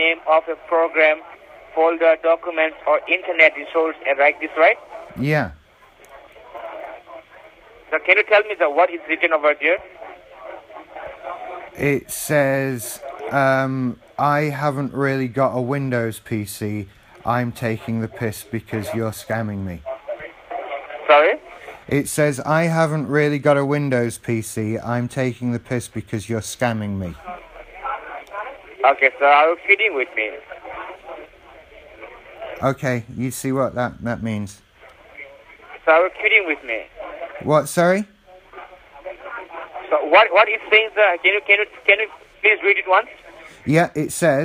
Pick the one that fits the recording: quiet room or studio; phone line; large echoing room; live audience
phone line